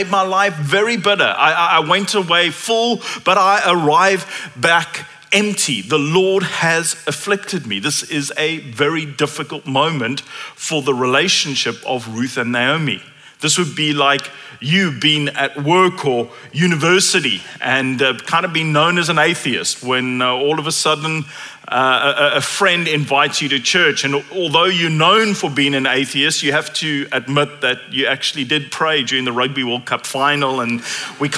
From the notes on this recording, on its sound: At Common Ground Church Rondebosch on the 19th of November 2023.